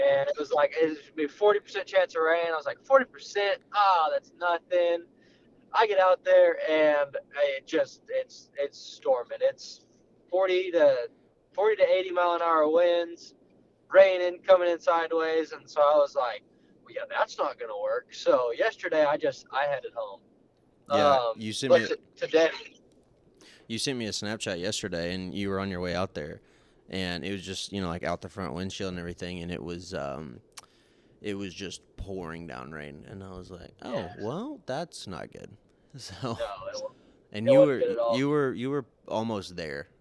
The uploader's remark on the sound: Is driving home from a memorable deer hunt.